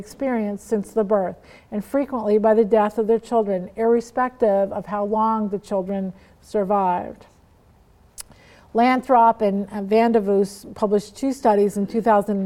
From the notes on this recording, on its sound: talk was part of the Mother & Child Conference at Franciscan University of Steubenville